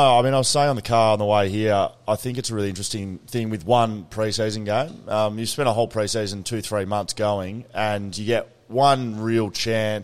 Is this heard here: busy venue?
yes